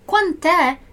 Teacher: aqui a gente reduz, a gente corta o E, põe o E para ter essa fluidez aqui. · Term: redução